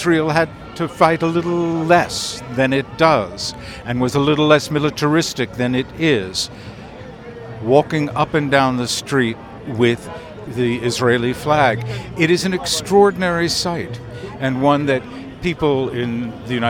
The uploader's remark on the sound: Every Saturday night for the last 26 weeks in Tel Aviv crowds of up to 150,000 have staged demonstrations. Contains sound and interviews from the demonstration held on July 1st, 2023.